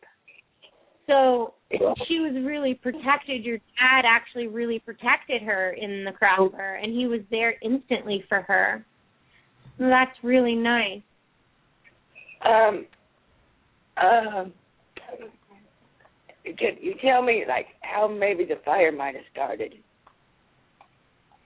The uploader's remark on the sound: open up the lines for listeners to call